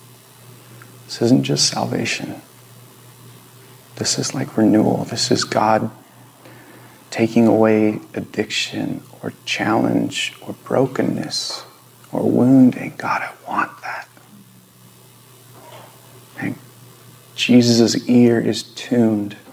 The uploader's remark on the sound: This Video was recorded on September 18, 2022 at Bethel Church in Ridgefield, Wa.